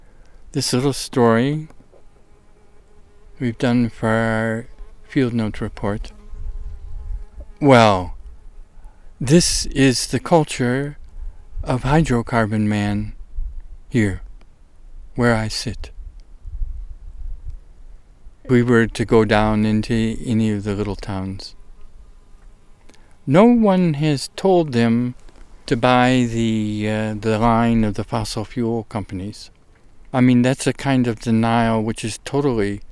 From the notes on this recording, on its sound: Trek in the South Wallowa wilderness. ASPEN GROVE where the field recording was made, part of a massive Sudden Aspen Decline (SAD) in Northeast OREGON.